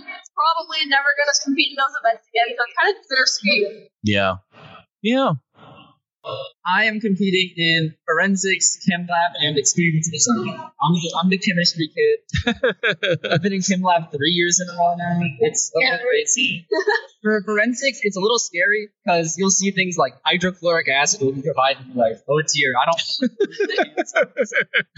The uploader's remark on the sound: LIVE from the 2023 NC Science Olympiad State Tournament. From the floor of Reynolds Coliseum.